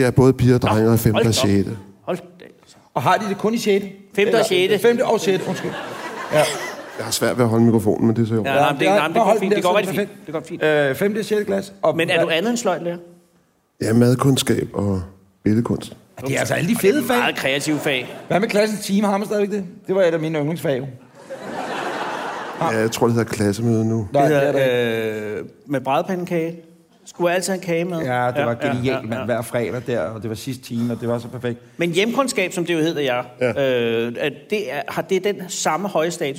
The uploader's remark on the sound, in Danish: Dette afsnit 49 er optaget på Podcast Festivalen i København.